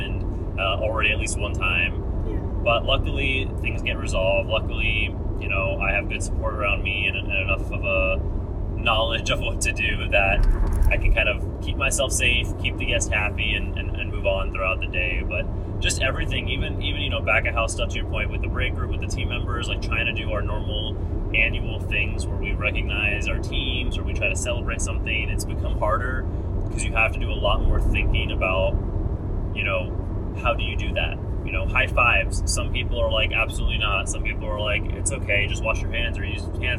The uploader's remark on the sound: while we drive in the car